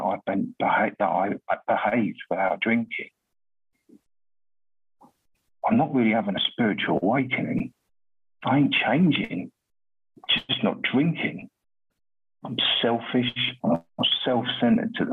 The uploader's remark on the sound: at the Magical Mystery Tour zoom meeting held in August of 2022